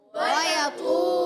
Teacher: تو حرف مستعلیہ میں سے حرف مطبقہ ایکسٹرا موٹے حروف میں سے بھی ہے قرآن پاک کا سب سے موٹا حرف یہ تو ہی ہے